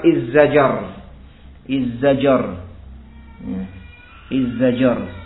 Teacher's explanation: diidghamkan dengan mengubah huruf yang kedua menjadi yang pertama, ini dalnya diganti zai berarti, sehingga dikatakan izzajar.